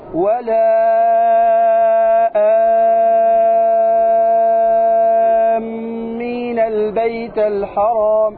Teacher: الشاهد هنا تقرأ ست حركات، في آمين تقرأ بست حركات · Term: المد اللازم